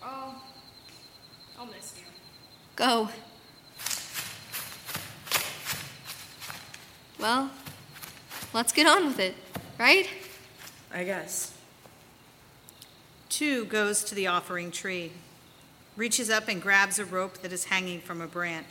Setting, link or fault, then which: setting, live audience